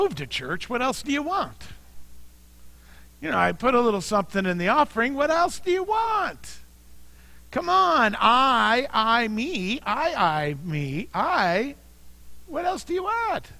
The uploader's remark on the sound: Mt. Zion Church Live!